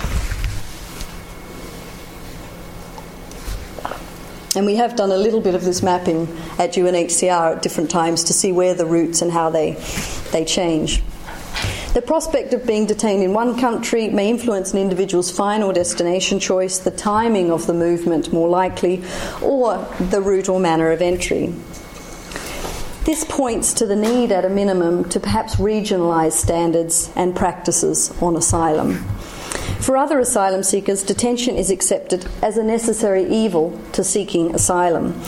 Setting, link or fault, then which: setting, large echoing room